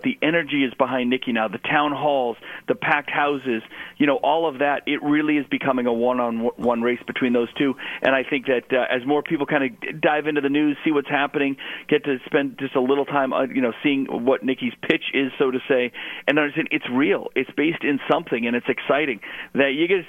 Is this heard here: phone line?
yes